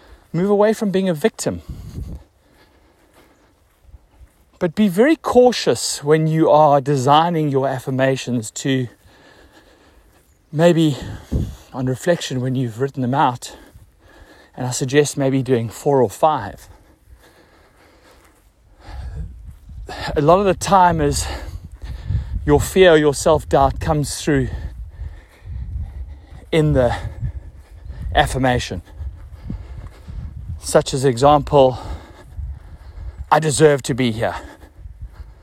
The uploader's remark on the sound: hit the record this morning on my walk